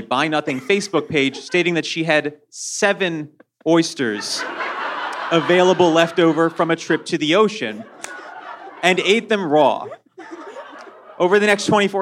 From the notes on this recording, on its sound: 5-4 Live in Oakland. In this live show, the hosts rule on disputes brought by the audience. In honor of their appearance at The New Parish in Oakland, AND make a very special phone call to everyone's favorite beer aficionado.